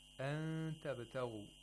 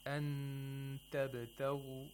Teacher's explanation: He doesn't place the tongue in the place of articulation of ta. · Shown in: first take · Term: ikhfa